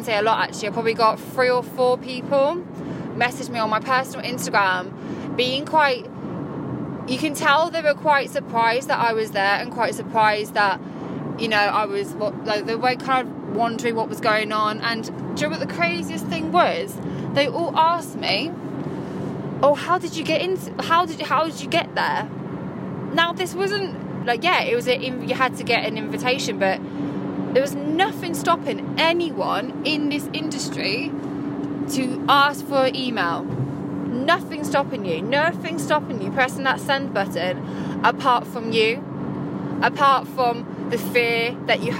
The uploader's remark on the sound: I decided to record this while driving back home